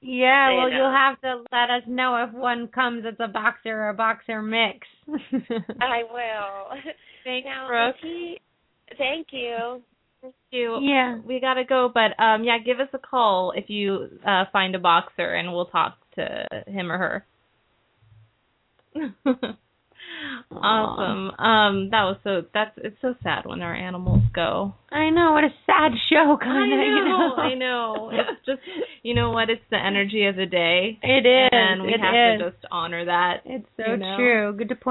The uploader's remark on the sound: open up the lines for listeners to call